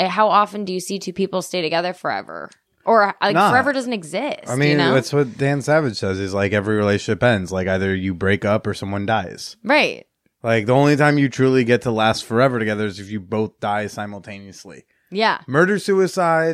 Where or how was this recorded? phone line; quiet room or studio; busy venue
quiet room or studio